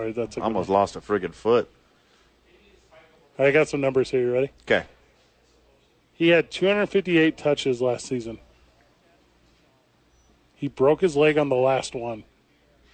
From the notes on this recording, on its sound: live from the YMCA